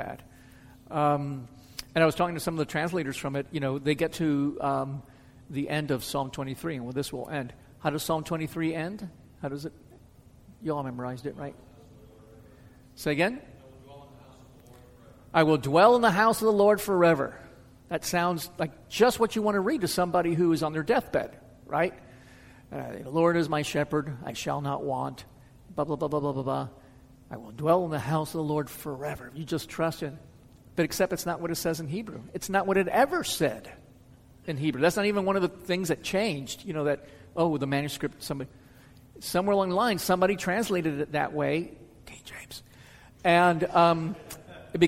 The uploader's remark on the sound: answers questions from the audience.